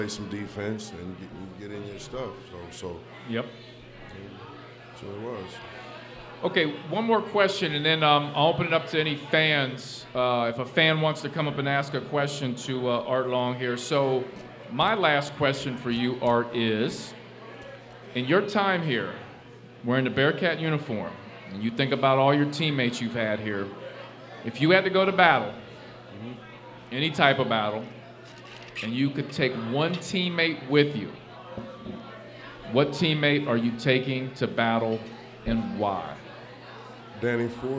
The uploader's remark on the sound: LIVE at Mio's